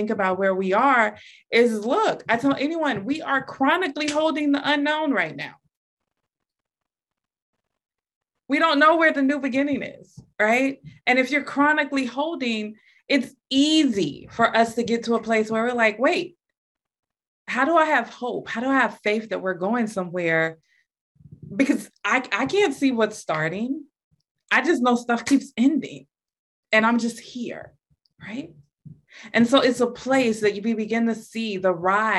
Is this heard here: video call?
yes